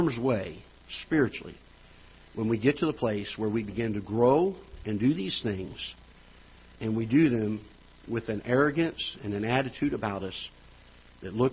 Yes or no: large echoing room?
yes